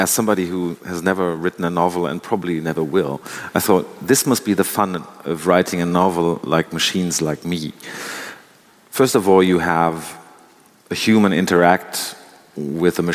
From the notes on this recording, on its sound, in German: in der großen Aula der LMU München in englischer Sprache aufgezeichnet.